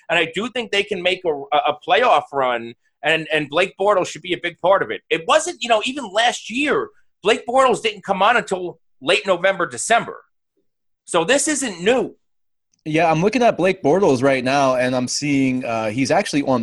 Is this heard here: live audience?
no